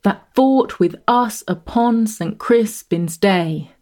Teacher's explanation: The regular rhythm, pushing smoothly ahead to end on a stressed syllable, day, · Term: iambic pentameter